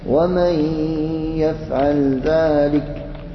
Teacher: الإدغام في الياء، الياء من وسط اللسان